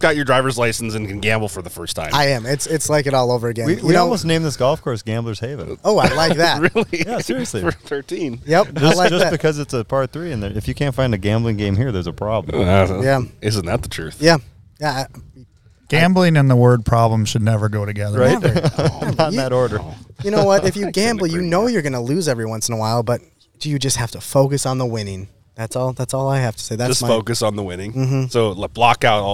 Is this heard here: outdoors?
yes